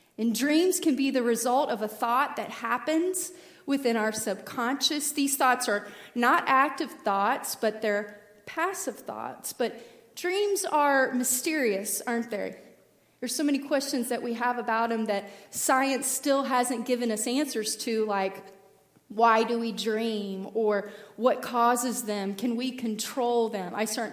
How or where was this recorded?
large echoing room